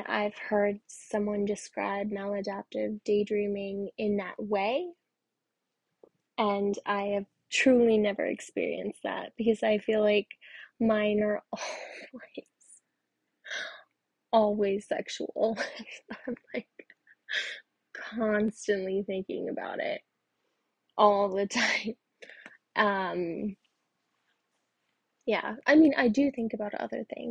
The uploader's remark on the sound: the audio sucks I’m working on it